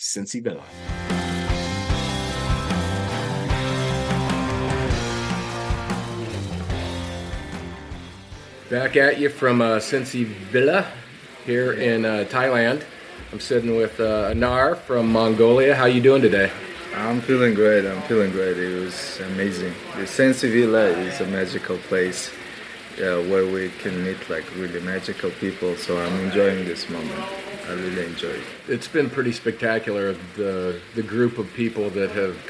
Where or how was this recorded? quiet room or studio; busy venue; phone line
busy venue